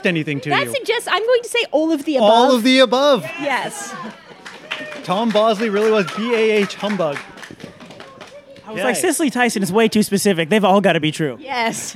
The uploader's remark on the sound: Live Show — The Great Dickens Christmas Fair. It's Christmas Past's first live show! Recorded outside the Great Dickens Christmas Fair in San Francisco. This is the first time the Dickens Fair has hosted a live podcast recording. Enticing aromas of roasted chestnuts and hearty foods fill the air.